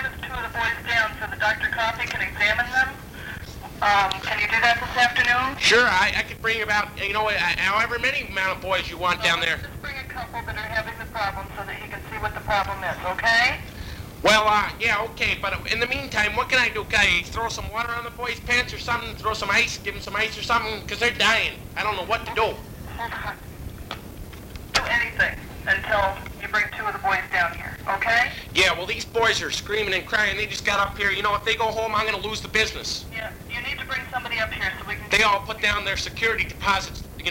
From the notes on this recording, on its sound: Prank Phone Calls Collection